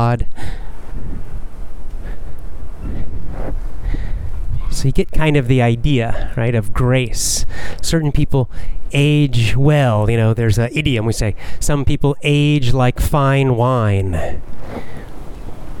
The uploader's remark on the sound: Casual chat while walking.